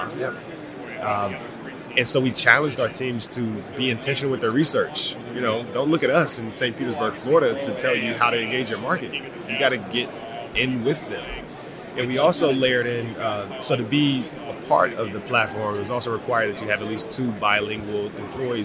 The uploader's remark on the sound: From Radio Row at the Super Bowl